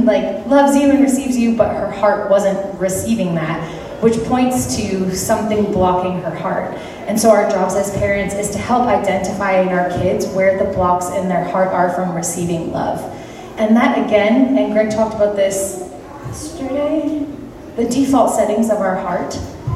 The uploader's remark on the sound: speaking in Moose Lake Pentecostal Camp